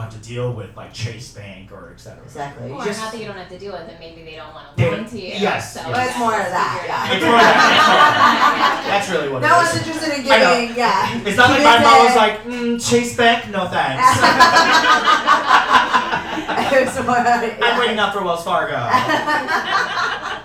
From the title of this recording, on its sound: Ajumma Live DC 2022